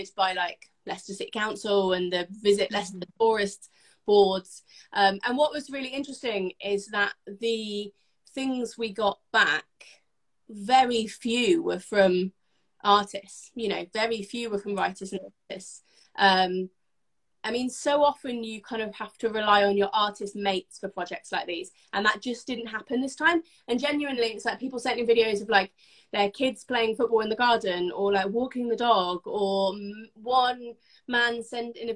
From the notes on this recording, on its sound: live Instagram interview